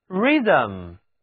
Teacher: 这个单词的重音放在一开始